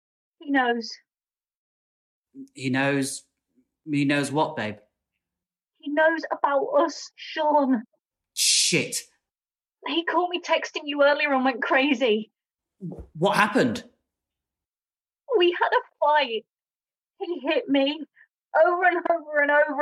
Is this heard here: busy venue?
no